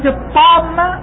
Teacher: الآن الطاء في كلمة الطامة أقوى تفخيما واستعلاء من الطاء في الطلاق، والسبب نعم وجود الألف بعد حرف من حروف الاستعلاء يعطيه مزيدا من التفخيم والقوة